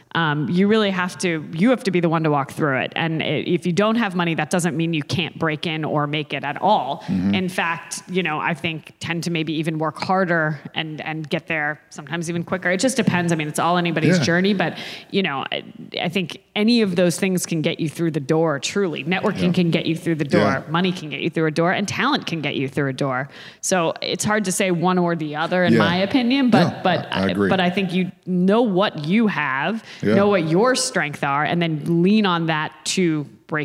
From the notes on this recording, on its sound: Special Live Episode. The SeriesFest team traveled to Berkeley, California for a special live taping on the University of California campus. To the students, staff, and audience.